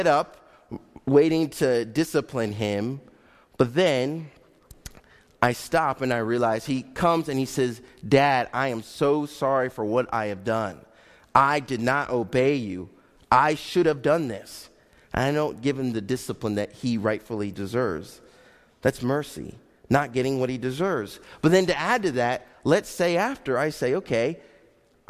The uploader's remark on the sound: Faith Baptist Church in Hamilton, NJ.